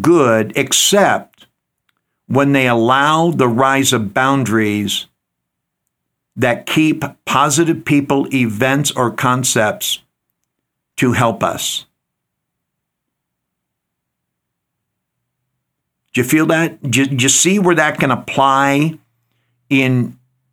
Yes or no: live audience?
no